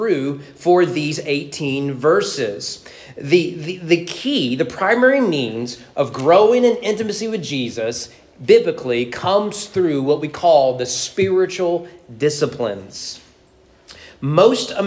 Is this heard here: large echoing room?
yes